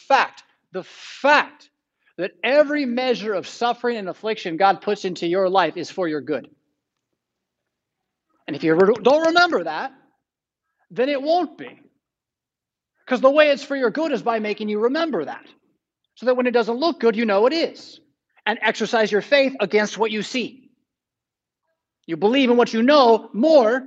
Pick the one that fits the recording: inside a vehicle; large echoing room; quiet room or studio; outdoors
large echoing room